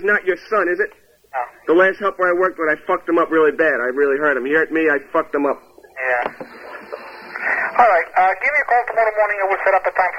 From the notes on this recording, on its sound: Prank Phone Calls